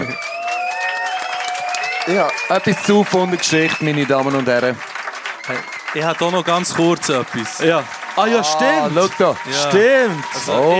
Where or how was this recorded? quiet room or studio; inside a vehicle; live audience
live audience